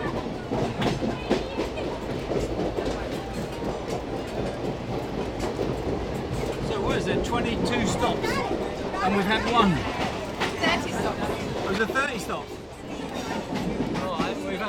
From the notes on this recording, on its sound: Journey 1300km to the Street Child Cricket World Cup, India 2023….by train. You'll hear the sounds of the train.